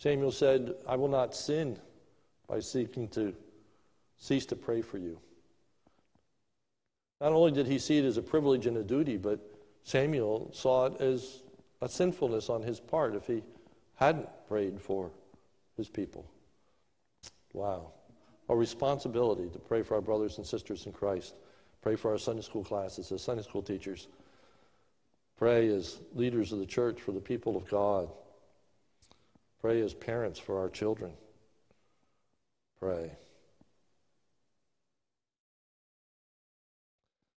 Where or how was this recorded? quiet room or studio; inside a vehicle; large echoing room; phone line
large echoing room